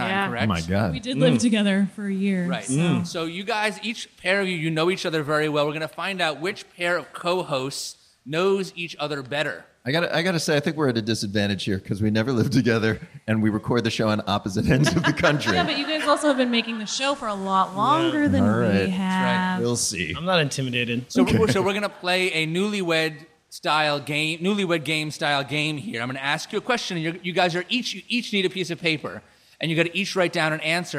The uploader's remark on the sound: live event at Taste of Chicago